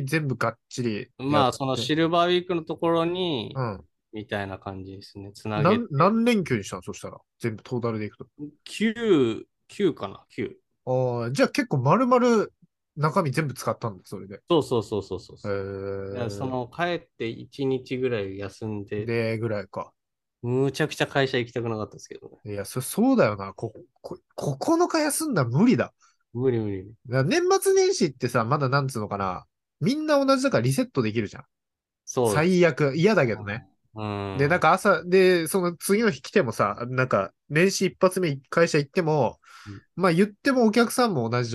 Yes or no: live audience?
no